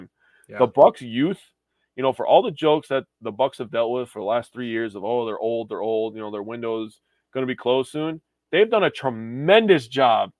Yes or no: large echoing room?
no